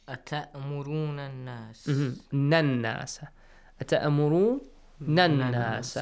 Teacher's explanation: You have to skip لام as well, and حمزة الواصل as well.